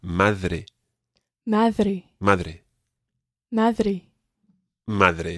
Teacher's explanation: It's not a hard D like the word dad in English. It's a softer D.